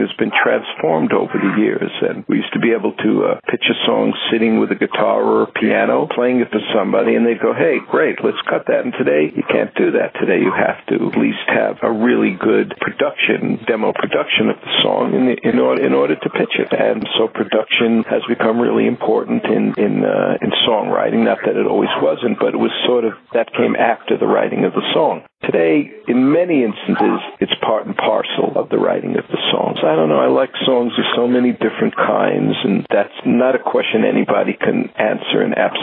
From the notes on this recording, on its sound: This interview recorded over the telephone was done a few years back.